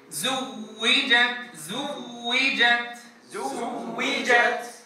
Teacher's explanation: تنبهوا إلى النبر على الواو المشددة لبيان تشديدها